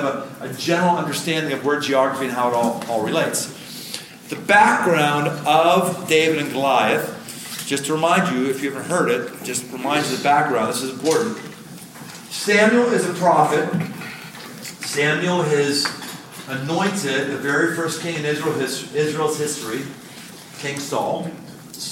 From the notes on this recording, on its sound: Live in Rock Valley, Iowa. Recorded live.